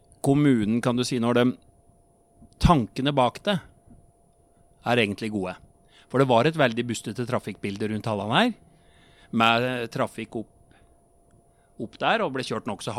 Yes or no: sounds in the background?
no